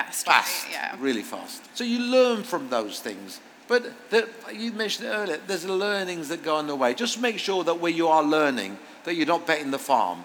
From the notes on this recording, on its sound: Live on stage at Springfair. Please note this interview was recorded in front of a live audience and we unfortunately experienced some AV glitches that were beyond our control. The format of this episode is therefore different to the norm but the overall impact should be minimal.